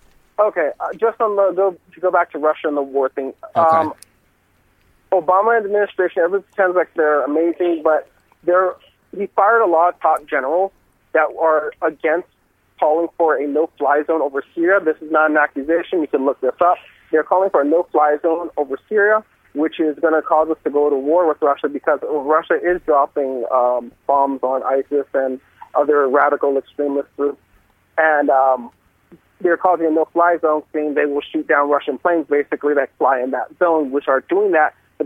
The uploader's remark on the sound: LIVE with calls from listeners. With a guest call-in.